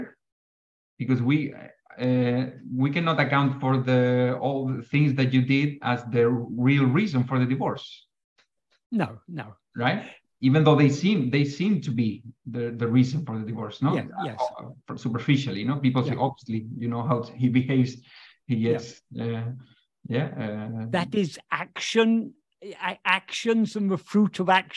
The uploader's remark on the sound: In a Zoom meeting